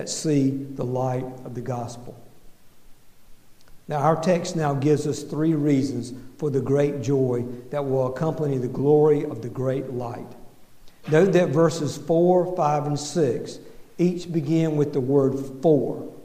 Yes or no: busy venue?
no